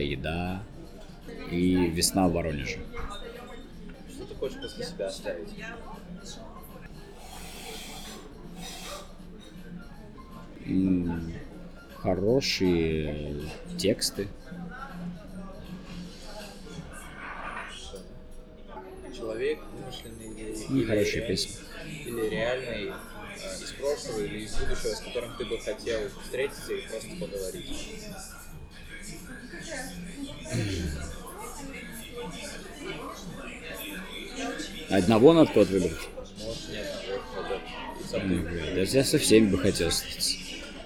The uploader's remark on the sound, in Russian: Записать интервью в студии не получилось, поэтому звук оставляет желать лучшего. Соряяяян за шумы во время записи!